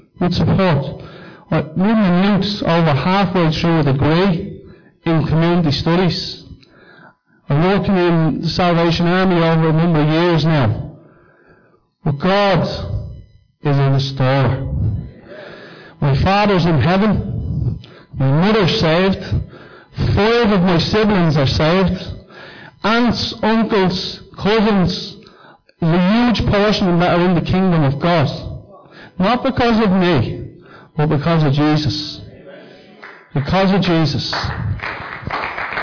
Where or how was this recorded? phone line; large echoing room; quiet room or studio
large echoing room